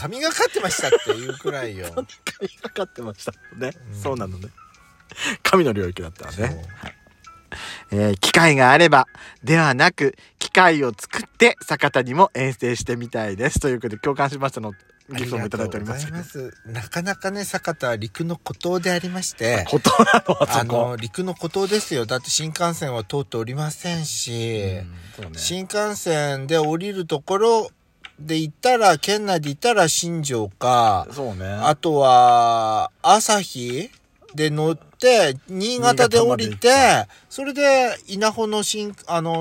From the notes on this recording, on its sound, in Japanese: パーキング収録